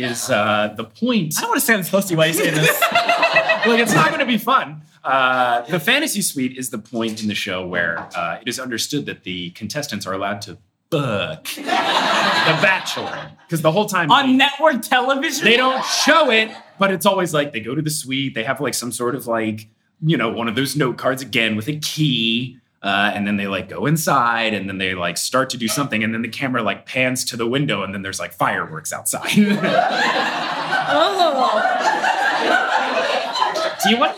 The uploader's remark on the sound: Live from Los Angeles